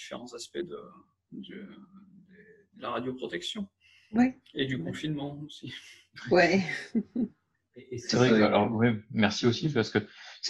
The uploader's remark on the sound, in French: Et tout cela semble contagieux par visioconférence.